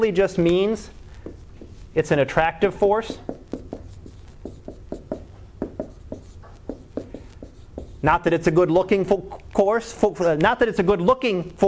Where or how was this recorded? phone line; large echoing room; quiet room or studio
large echoing room